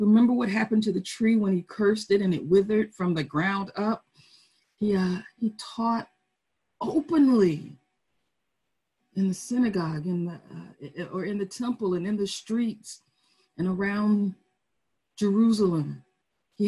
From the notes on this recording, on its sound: Our Zoom streamed service